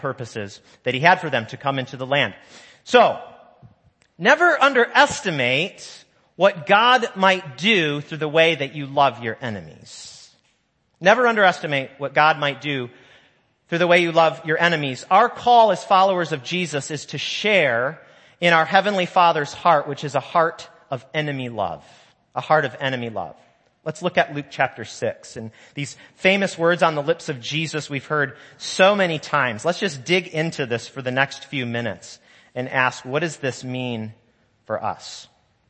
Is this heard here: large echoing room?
yes